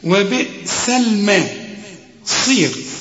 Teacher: الصاد في آخر درجات التفخيم